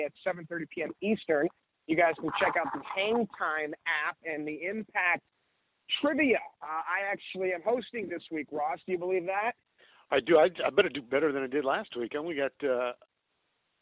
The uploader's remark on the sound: Media Teleconference Interview